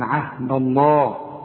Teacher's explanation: الذين ينقضون عهد الله، لفظ الجلاله ما دام مفتوح، ما دام لفظ الجلاله يسبق حرف مفتوح عهد الدال دي ما دام مفتوحه، نفخم لفظ الجلاله